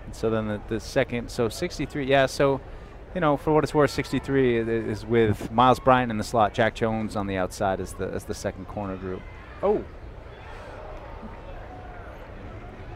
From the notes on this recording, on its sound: Training Camp Day 3 Live Show. Broadcasted live from Day 3 of Patriots Training Camp.